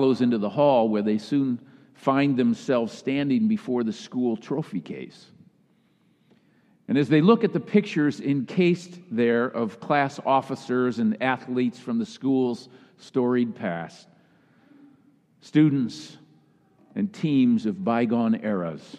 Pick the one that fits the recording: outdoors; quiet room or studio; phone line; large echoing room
large echoing room